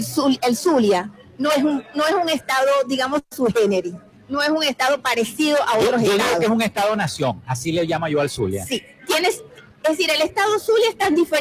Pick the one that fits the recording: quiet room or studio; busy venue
busy venue